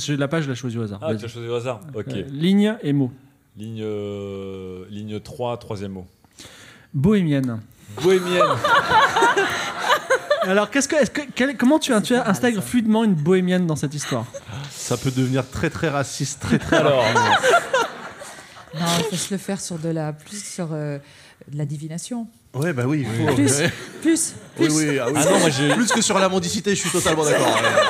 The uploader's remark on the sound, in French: Enregistré en public à la BPI à Paris. Diffusé en direct sur Twitch et retransmis ici en podcast.